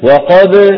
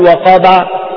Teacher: تبدأ الباء الساكنة المقلقلة بشفتين منطبقتين ثم انظروا تبتعد الشفتان · Shown in: first take · لاحظوا وأعيدها للمرة الثالثة، لاحظوا بأن الذي يبتعد هو الشفتان دون الفكين، انظروا أن الفكين لا يتحركان. · Term: باء ساكنة مقلقلة